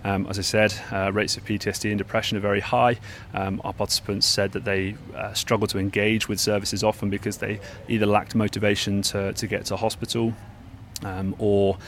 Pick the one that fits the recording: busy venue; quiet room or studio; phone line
busy venue